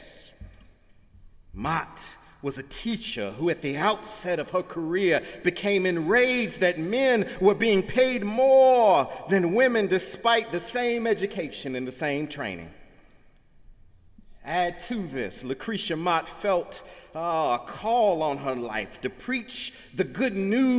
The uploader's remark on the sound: Sunday sermon August 27, 2017 in the Memorial Church of Harvard University